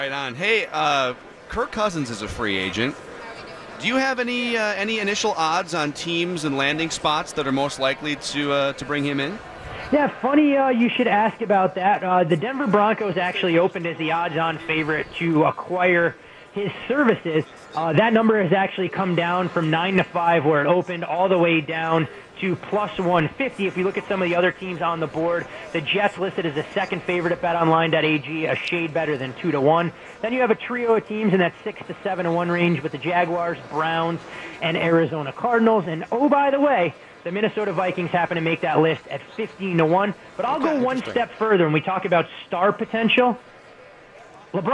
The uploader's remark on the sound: Live from Radio Row all week.